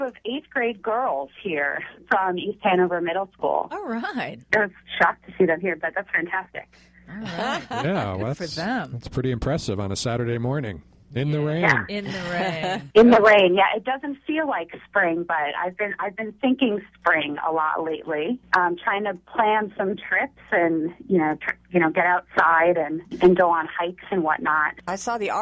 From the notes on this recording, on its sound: called in from the trail